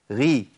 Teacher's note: هتلاقي غي تميل للرقه شويه، ليه؟ لان الكسره بتاثر على الحرف الايه، على الحرف المفخم بالضعف.